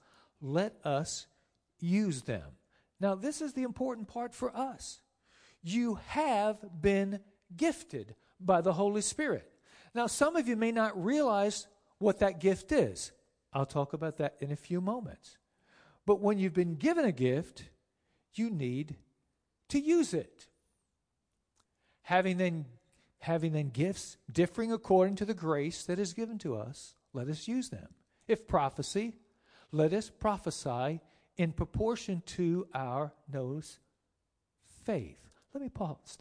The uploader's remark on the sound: Sermon preached on 9-1-19 at Lighthouse Tabernacle Church of God of CI